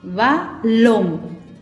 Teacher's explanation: la última sílaba suena más fuerte y lleva un acento gráfico. · Term: palabras agudas